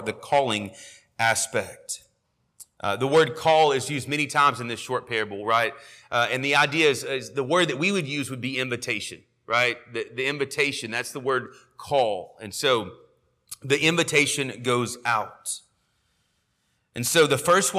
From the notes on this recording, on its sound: sermon audio from our morning service